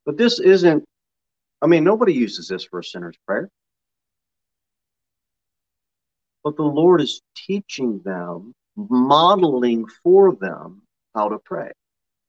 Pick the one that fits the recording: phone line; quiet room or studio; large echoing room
large echoing room